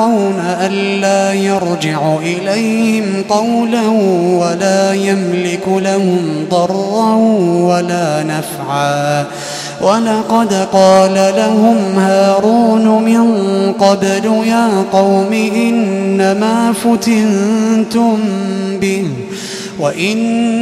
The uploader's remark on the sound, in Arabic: تسجيلات من صلاة التراويح لشهر رمضان عام 2016.